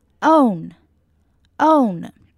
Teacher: Own 这个字的发音就是 O 发的完整 O 跟最后加上鼻音的嗯的音